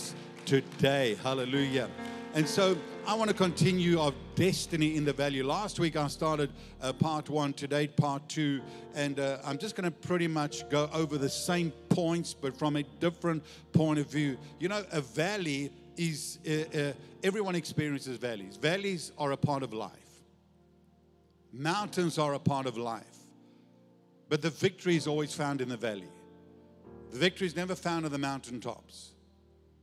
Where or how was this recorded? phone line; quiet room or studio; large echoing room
large echoing room